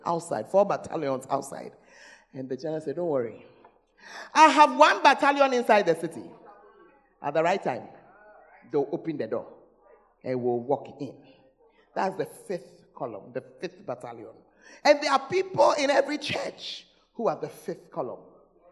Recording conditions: large echoing room